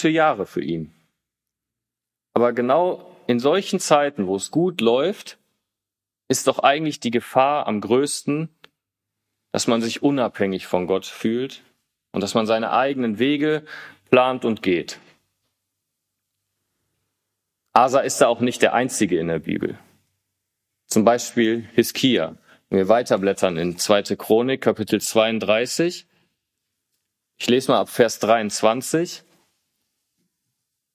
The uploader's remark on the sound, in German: Diese Predigt wurde im Bibel-Center Breckerfeld gehalten.